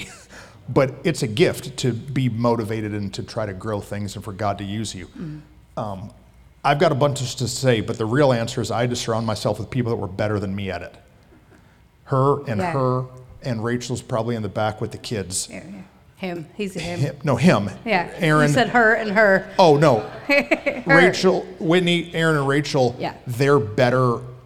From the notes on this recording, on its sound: At our live recording event, we hosted a Q&A session!